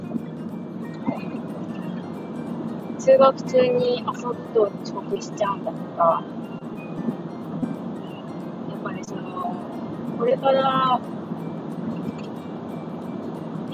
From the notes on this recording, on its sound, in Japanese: ワイヤレスイヤホンで録音しているのでノイズがはいっています。